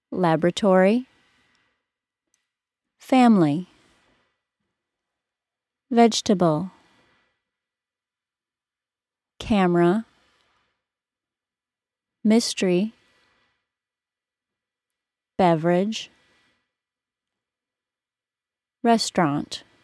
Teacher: I'm only going to pronounce these the less formal way, with the dropped syllable